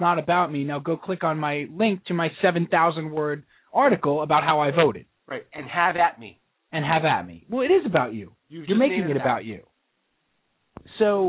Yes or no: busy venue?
no